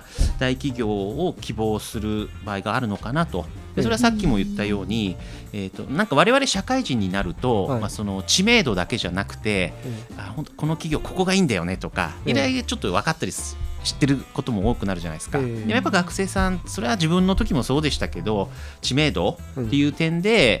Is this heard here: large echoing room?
no